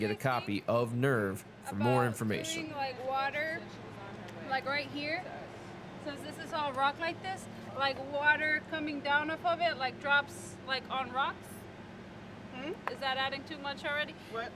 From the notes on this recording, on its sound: goes on location at Queens University where artists from Brand the Moth paint a mural outside Hadley Theater